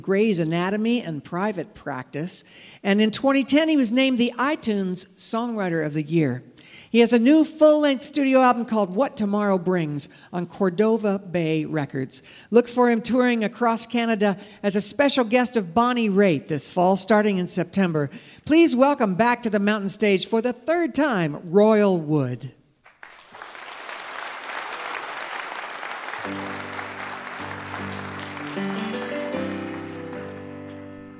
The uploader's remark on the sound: This episode was recorded on March 19th, 2023, at the Culture Center Theater in Charleston, WV.